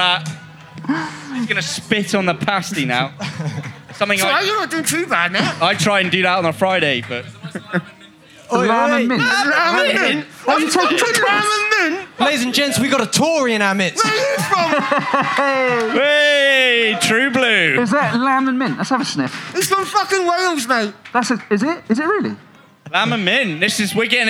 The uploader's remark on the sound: Recorded LIVE at Boardmasters on the Cornish Market Stage. We’re joined by some PARDS from the crowd.